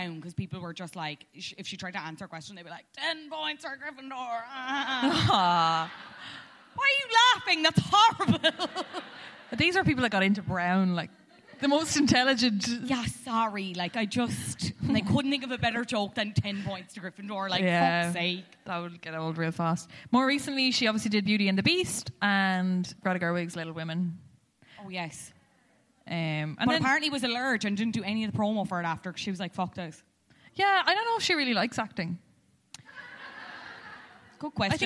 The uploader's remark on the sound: Live at Liberty Hall